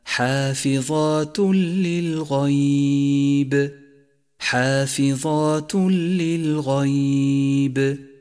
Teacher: ثانيا لاحظ حكم الإدغام بلا غنة في قوله تعالى حافظات للغيب، حافظات للغيب، حيث جاء التنوين ثم جاء بعده حرف اللام وهو حرف إدغام بلا غنة، والواجب هنا أن ندغم التنوين بما بعده وأن يسقط أثر التنوين من اللفظ بشكل كامل، ولذلك لون في مصحف التجويد باللون الرمادي إشارة إلى عدم نطقه، ثم يشدد الحرف الذي بعده من دون غنة أي هكذا حافظات للغيب.